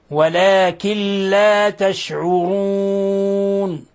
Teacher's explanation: نون ساكنة جاء بعدها اللام، الحكم التجويدي إضغام بغير غنة